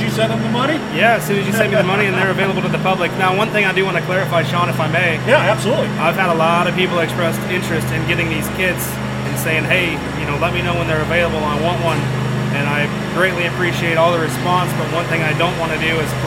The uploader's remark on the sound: There is alot of background noise sorry this was after a race and they were tearing up track.